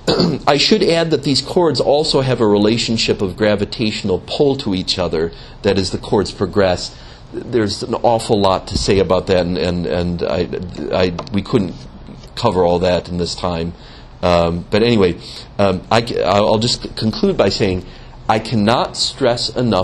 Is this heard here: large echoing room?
yes